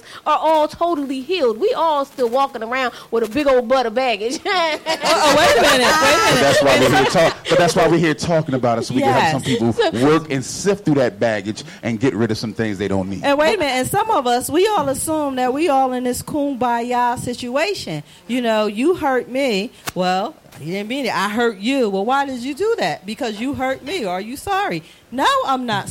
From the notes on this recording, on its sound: This podcast episode was recorded in front of a live studio audience